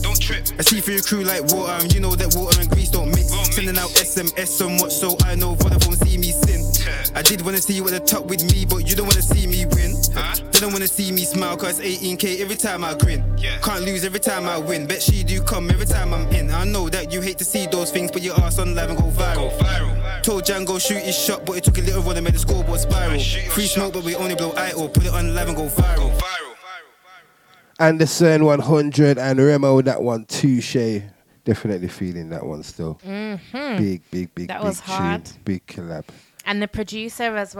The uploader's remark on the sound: live over the phone